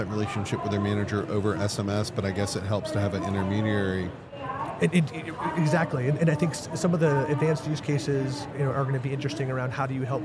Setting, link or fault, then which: setting, busy venue